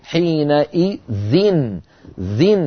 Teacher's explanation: حين إذ ثم إذ هذه ساكنة الذال دخل عليها تنوين، والتنوين كما نعلم نون ساكنة، فاجتمع عندي ساكنان، الذال الساكنة من حين إذ والتنوين الذي هو نون ساكنة، فاضطررنا إلى كسر الذال للتخلص من التقاء الساكنين، فقلنا حين إذن ذن، فكسرنا الذال للتخلص من التقاء الساكنين